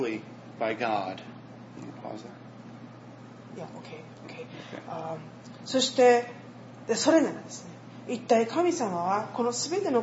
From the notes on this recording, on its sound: was preached at Matsuyama Kyokai (Mastuyama Church), in Matsuyama, Japan